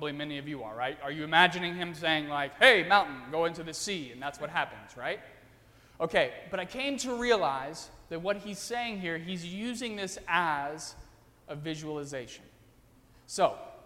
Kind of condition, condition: setting, large echoing room